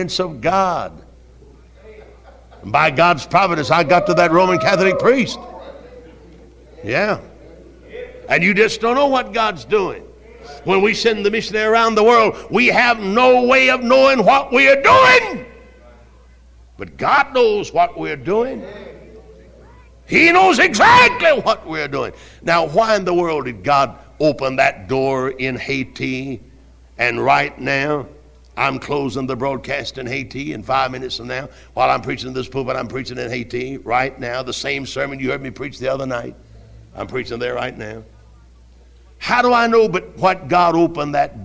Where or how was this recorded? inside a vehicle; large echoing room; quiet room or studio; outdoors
large echoing room